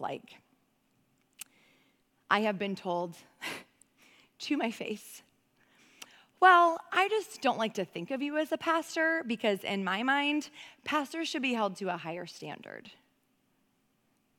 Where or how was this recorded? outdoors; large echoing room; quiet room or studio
large echoing room